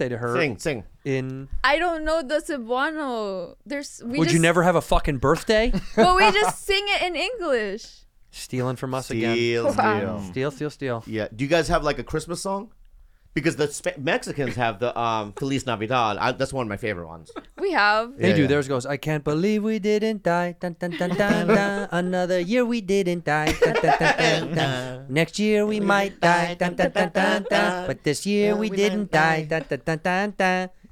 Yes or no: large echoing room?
no